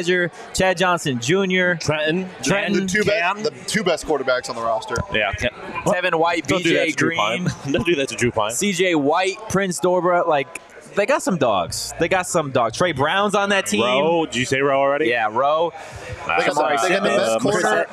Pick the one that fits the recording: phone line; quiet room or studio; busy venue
busy venue